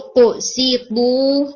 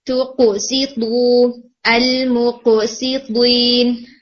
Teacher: تو لائٹ ہے، قوف ہیوی کریں گے، پھر سین میکسیمم لائٹ کریں گے اور بو کو ہیوی کریں گے